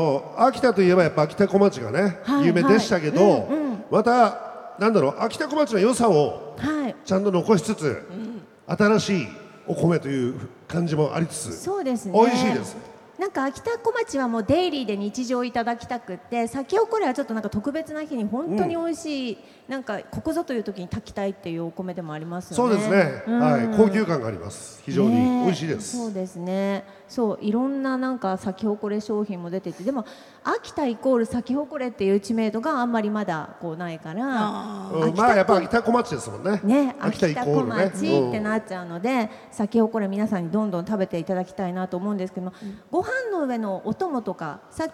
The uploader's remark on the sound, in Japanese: イオンモール秋田にて行われた公開収録より。